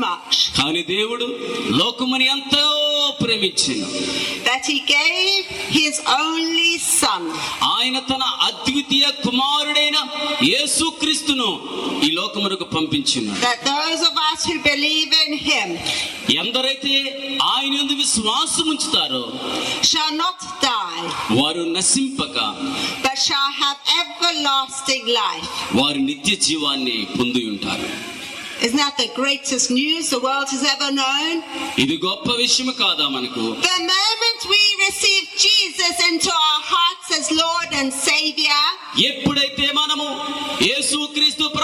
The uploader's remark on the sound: Recorded live at rally in India